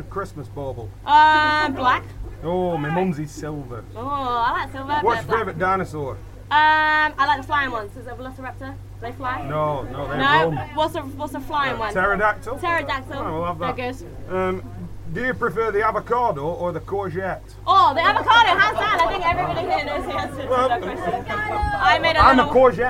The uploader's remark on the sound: Taking live questions in an east London basement bar after a few festive beverages.